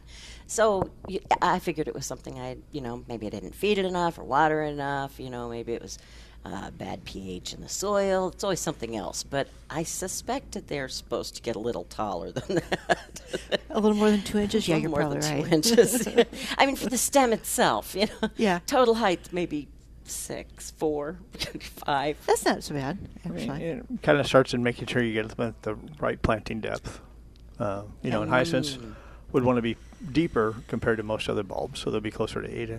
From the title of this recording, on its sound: Live at Prairie Gardens 10-21-21